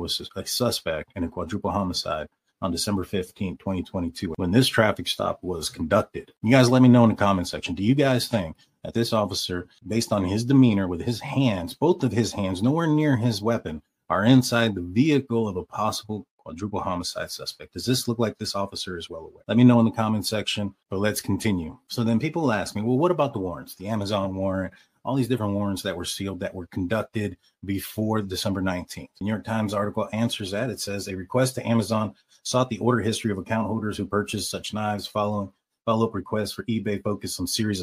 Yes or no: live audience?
no